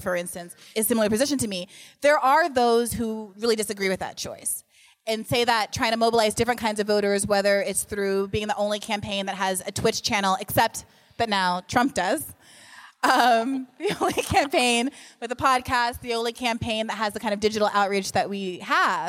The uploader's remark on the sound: Live at Politicon. Stopped by Politicon for a live show of Hear the Bern.